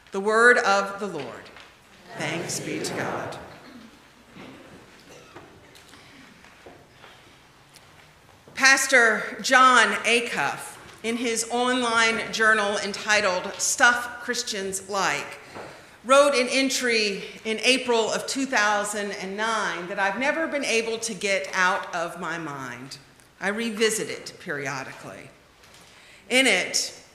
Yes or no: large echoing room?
yes